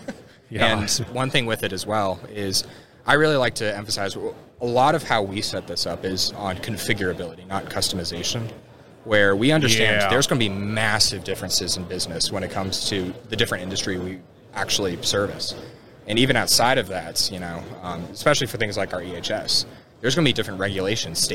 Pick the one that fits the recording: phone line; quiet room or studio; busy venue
busy venue